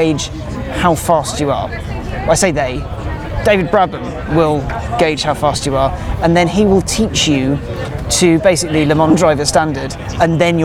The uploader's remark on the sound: Live from the Goodwood Festival of Speed